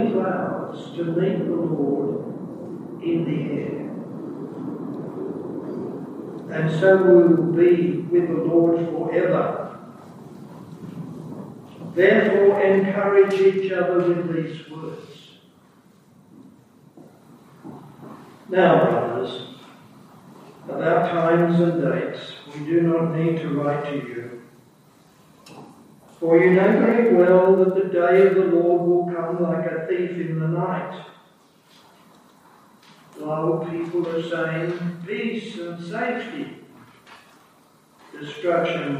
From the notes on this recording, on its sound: Due to technical reason, the sound quality is not ideal for this recording.